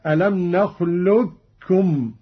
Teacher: الإدغام الكامل كاف مشددة